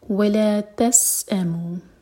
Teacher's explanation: سین پر سیٹی والی آواز. تسأموا، حمزہ پر cut off sound.